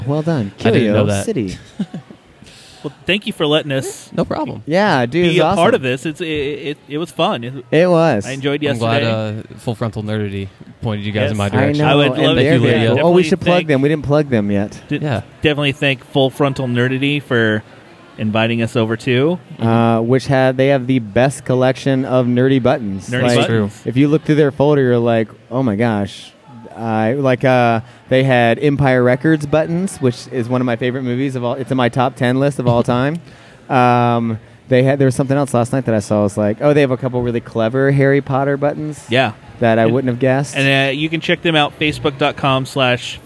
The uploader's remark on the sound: The Cincinnati Mini Maker Faire Live! Podcast live from the faire Sunday afternoon!